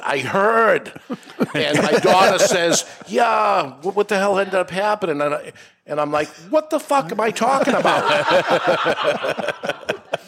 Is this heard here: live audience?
yes